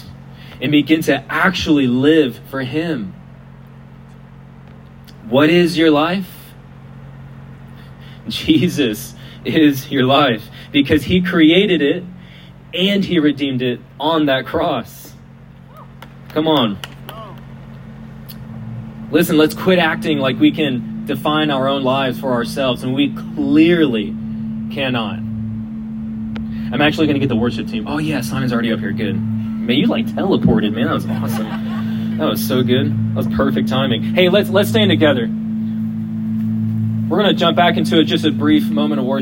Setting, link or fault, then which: setting, outdoors